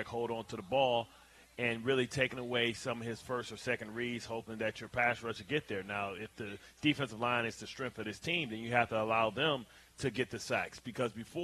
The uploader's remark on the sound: Live from Vanderbilt's in Florham Park, NJ